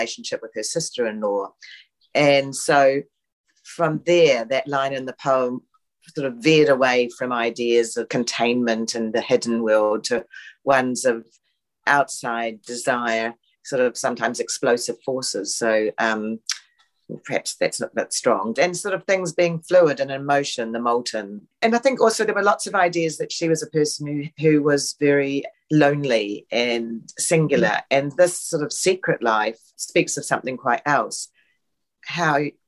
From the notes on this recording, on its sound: They were unable to join us for the artist talk ahead of the opening as they are based in Tāmaki, so we are grateful that we were at least able to meet for a talk about their work over Zoom.